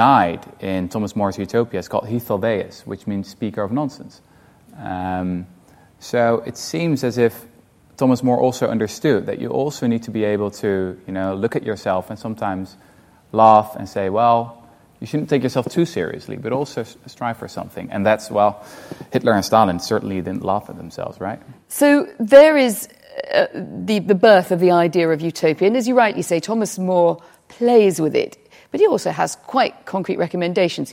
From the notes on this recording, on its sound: In front of a live studio audience at the RSA in London.